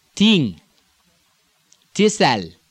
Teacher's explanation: the voiceless TH, thing, thistle, becoming a T